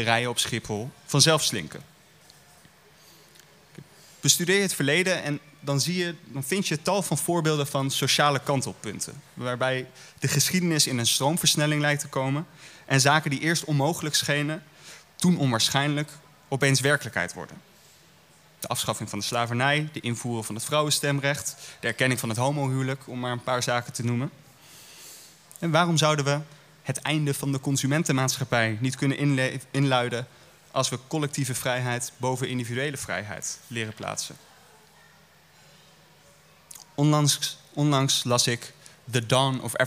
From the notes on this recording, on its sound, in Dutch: Live opgenomen in De Grote Post in Oostende op 2 oktober 2022.